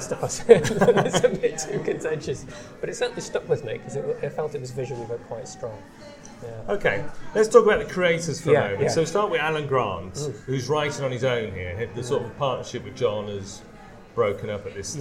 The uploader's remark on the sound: I took my mini recorder to a slightly noisy coffee shop in Cambridge